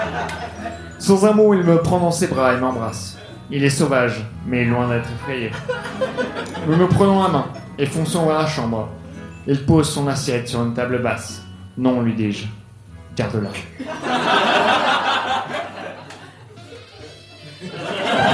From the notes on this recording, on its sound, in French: Enregistré en direct et en public à la Soirée Froussin au One More.